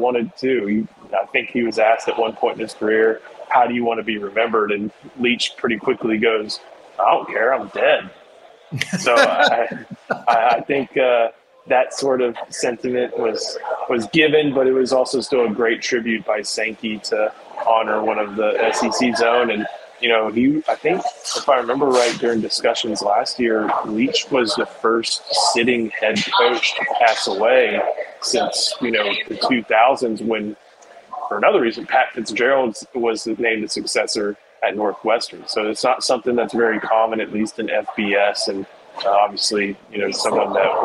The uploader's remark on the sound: Live from SEC Media Days.